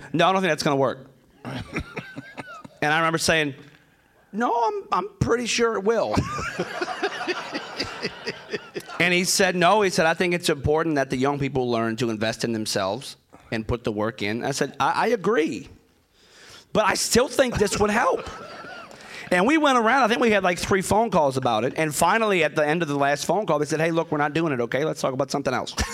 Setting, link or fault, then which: setting, live audience